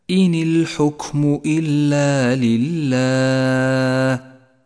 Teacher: المثال التالي على صفة الهمس، لاحظها لحرف الكاف في كلمة الحكم، إن الحكم، أجري النفس مع الكاف الساكنة لأنها حرف ضعيف يتقوى بصفة الهمس، أي هكذا إن الحكم إلا لله.